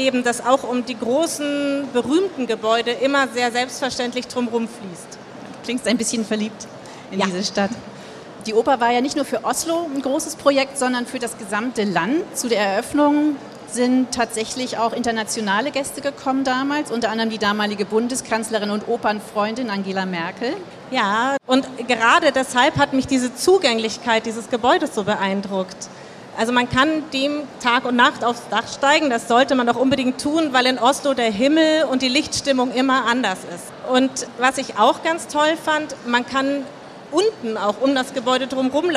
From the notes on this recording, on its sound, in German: Live von der Frankfurter Buchmesse.